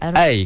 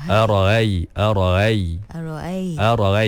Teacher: Ni hamzah yang telah diringankan. · Shown in: second take · Term: tashil